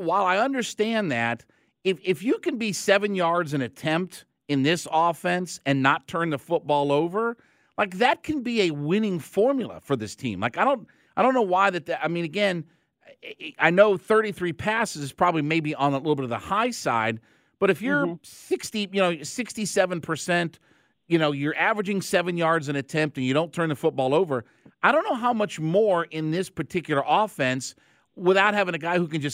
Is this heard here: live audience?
no